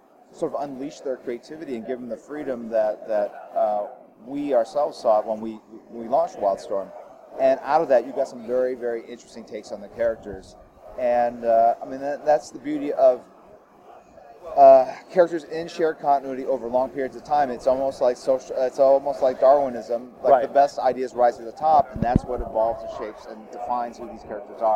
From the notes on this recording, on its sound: NYCC 2016 Special. Live from New York Comic Con 2016!